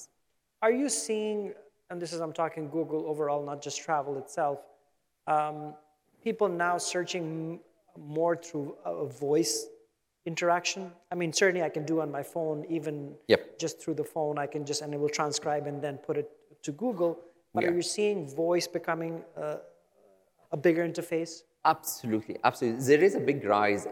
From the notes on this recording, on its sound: on stage in Dubai at Skift Global Forum East this December